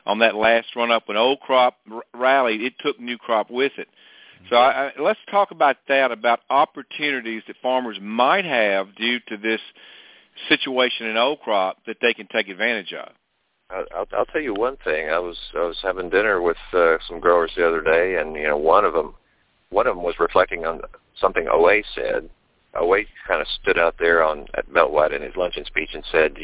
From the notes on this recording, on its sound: Monthly Conference call